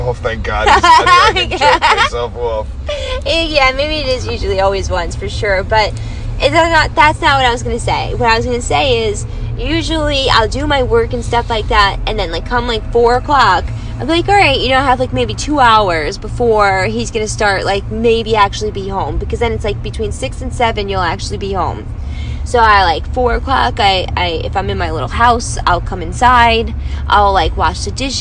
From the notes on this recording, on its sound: Heading home from Secret Sinsations hotel takeover with Mizzy's Boutique. Chit chat it up in the car.